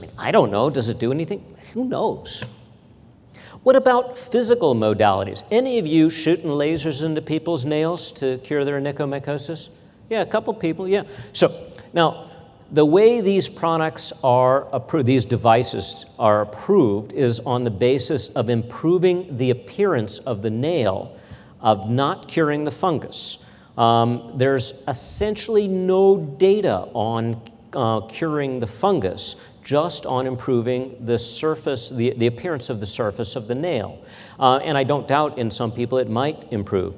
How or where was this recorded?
large echoing room